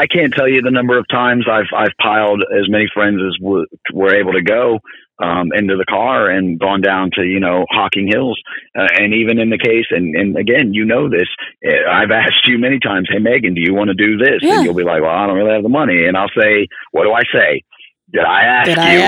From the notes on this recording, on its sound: calls in from the road